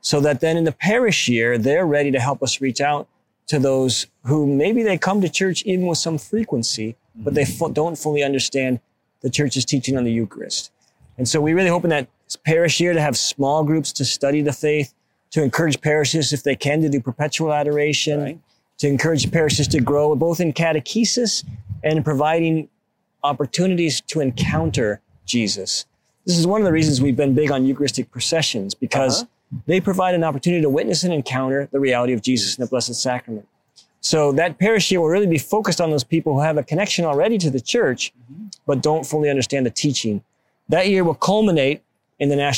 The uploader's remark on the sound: at the 12th Annual Napa Institute Conference in Napa Valley California